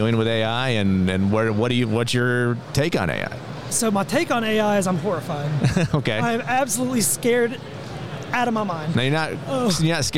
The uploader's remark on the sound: Live from the National Cyber Summit 2023